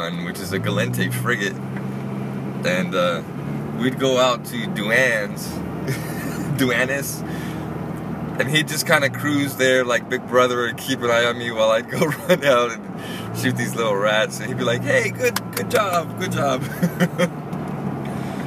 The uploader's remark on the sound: a test recording in my truck